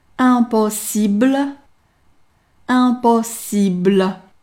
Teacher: p 是一个清音，在和 o 连起来的时候发成类似于 b 的音，这时候你的声带是不用努力的震动的 · IPA: [ɛ̃pɔsibl]